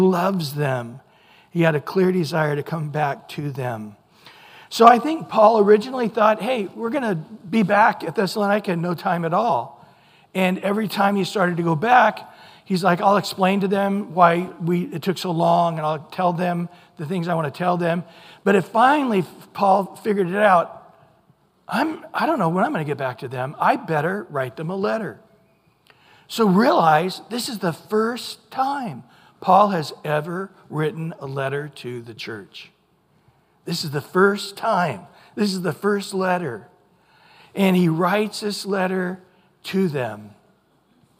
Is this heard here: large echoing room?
yes